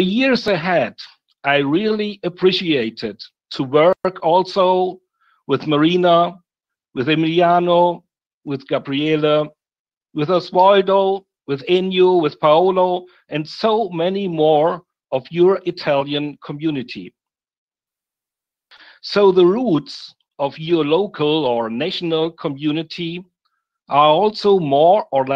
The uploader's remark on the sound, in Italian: LibreItalia Conference 2020, tenutasi online